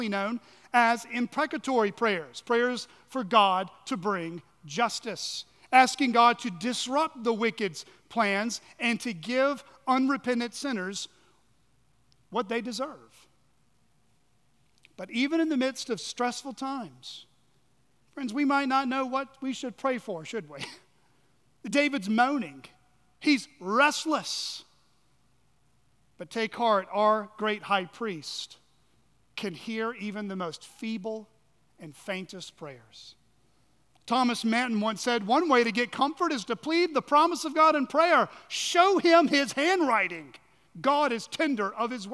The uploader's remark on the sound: at Chaffee Crossing Baptist Church in Barling, AR.